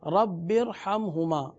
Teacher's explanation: تو آپ یہ دیکھ سکتے ہیں، رب ارحمہما، یہاں را ساکن سے پہلے الف، الف سے پہلے ہے با، تو یہ دوسرا کلمہ ہو گیا، صحیح نا. را ساکن سے پہلے دوسرے کلمے کے نیچے ہے زیر، لہٰذا اب را کو پر پڑھیں گے